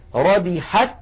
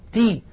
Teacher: هذه التاء الساكنة بالتصادم، تي خرجت التاء المكسورة بالتباعد بين طرفي عضو النطق